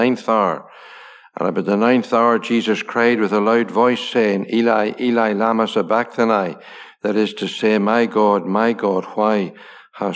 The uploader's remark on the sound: Gospel Audio Recording from Ballyclare Gospel Hall